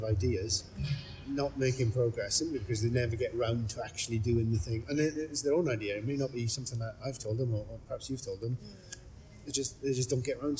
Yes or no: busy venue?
yes